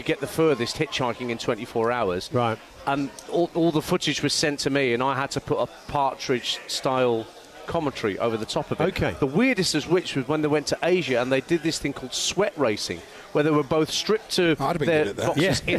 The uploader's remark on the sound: Live from the inaugural talkSPORT World Darts Championship with some familiar voices joining in throughout.